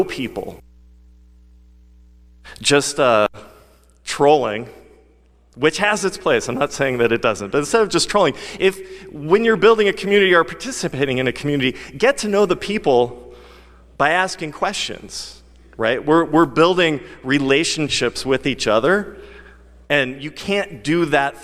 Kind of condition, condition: setting, live audience